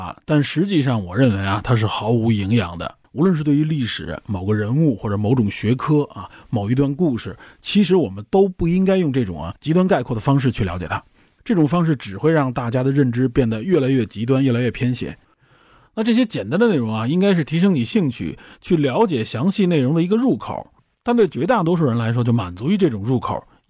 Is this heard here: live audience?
no